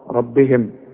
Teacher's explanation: عند ربهم، وربهم احنا قلنا الراء دائما مدام مفتوحة تفخم راء، ما تقولش عند ربهم بقى عند ربهم، لا عند را خلاص ربهم.